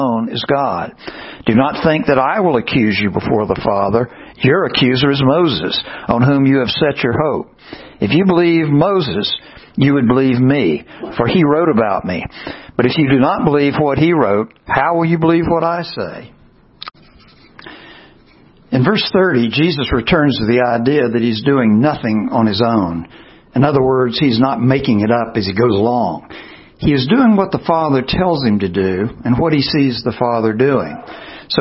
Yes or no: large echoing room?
yes